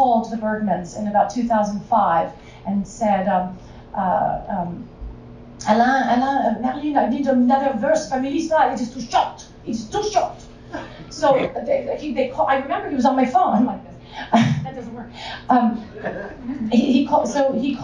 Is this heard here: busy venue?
yes